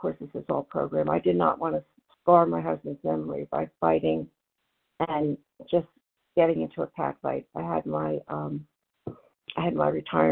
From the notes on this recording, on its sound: from the 100 Pounders Phone Meeting, 10/13/23